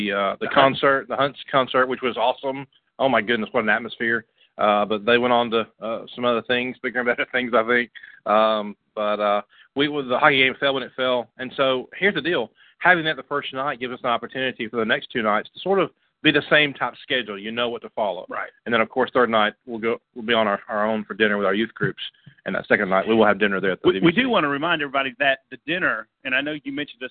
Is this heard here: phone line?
yes